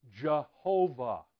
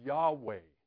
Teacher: the Hebrews pronounce the J with the breathy Y sound · Shown in: second take · Yahweh, okay?